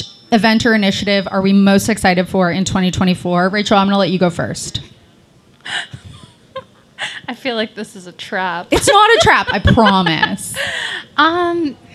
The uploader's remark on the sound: LIVE from the Pawliday Market in downtown Kitchener. They take the community's questions.